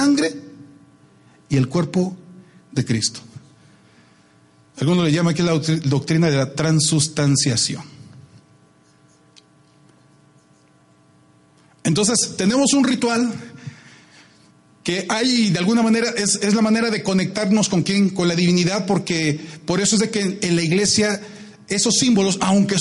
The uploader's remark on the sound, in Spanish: Audios de la Convocación Nacional de Adoración 2016 de la Iglesia de Dios (7º día).